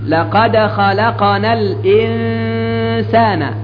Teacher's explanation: وننتبه أيضا إلى إخفاء النون في قوله تعالى خلقنا الإنسان، فهذا إخفاء بغنة. لقد خلقنا الإنسان، فالنون هنا تخفى، النون هنا تخفى.